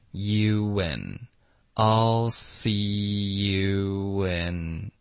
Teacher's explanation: 你的嘴唇 you 嘟起来连到 in 它就放松，然后会导致一个 would 的音 · Term: 连读